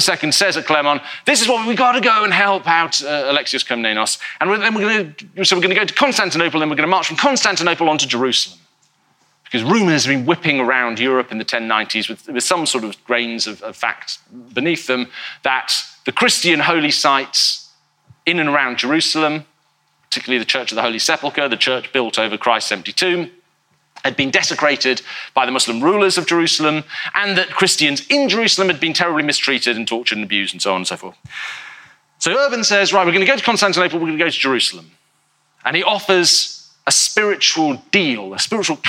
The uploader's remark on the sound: In a talk he delivered at our 2019 BBC History Magazine History Weekend in Winchester